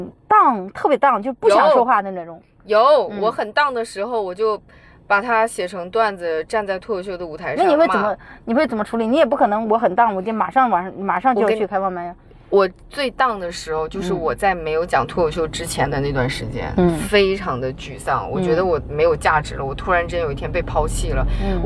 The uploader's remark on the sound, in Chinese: 这期是我们在车里聊了下她创业以来的一些故事跟心得。可能你会偶尔听到一些转向灯的声音，都是正常的，不过整体音质我觉得还OK啦。